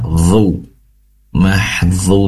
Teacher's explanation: pastikan dhu berasal dari ujung lidah yang ditempelkan ke ujung gigi seri atas, seraya mengangkat pangkal lidah ke atas, karena dhu salah satu sifat yang, salah satu huruf yang memiliki sifat tebal.